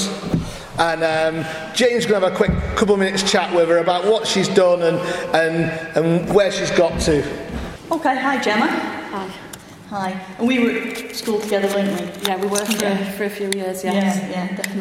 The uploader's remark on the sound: Live from the School. Wow just 2 weeks since the 2014 Reunion and here is the podcast that we recorded live in the Chapel. There is none of the usual events and things, the whole thing was done at school.